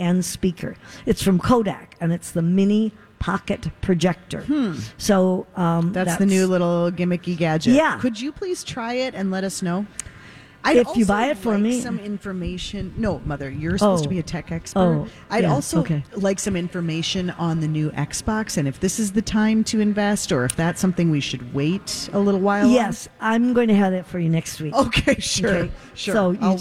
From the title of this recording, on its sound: Live form the Galleria for Santa Stop #1!